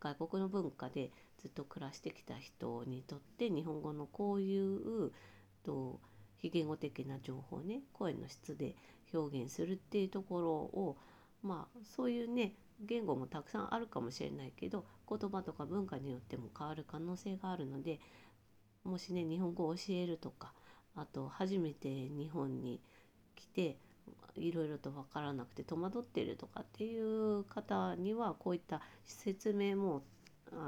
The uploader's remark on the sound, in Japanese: 今日はワイヤレスイヤホンで収録したため、音量が小さくなっています。